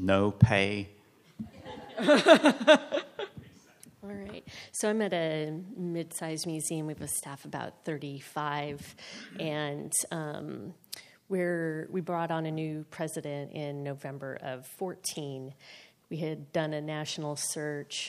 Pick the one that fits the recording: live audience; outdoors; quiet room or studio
live audience